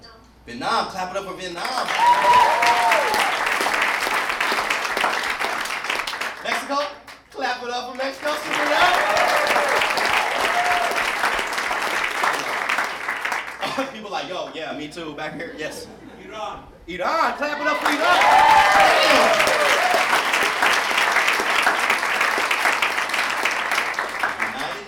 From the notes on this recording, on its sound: performs live at Storyfort 2017.